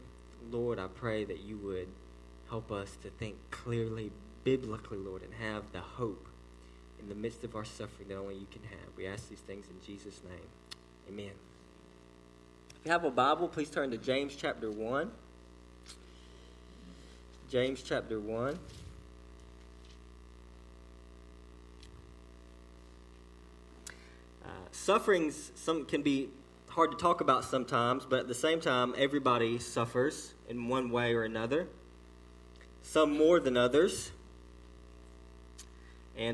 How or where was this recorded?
large echoing room